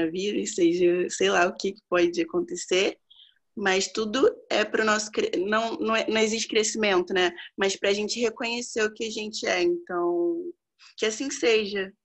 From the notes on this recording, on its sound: Online via Zoom (bit.ly/zoomsangha).